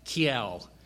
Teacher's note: when they'd say cow, the owl sound, cow or how, they would put an E in there.